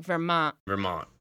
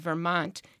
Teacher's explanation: ends in T, but your tongue doesn't quite touch the roof of your mouth · Shown in: first take · Term: glottal stop